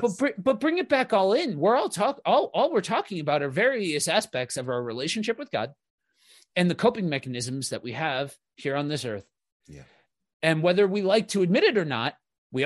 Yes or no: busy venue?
no